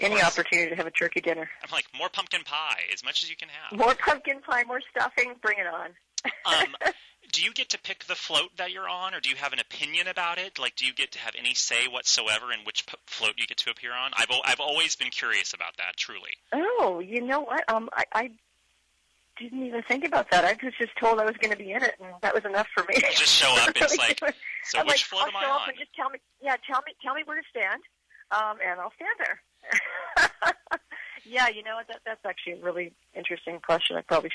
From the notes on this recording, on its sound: called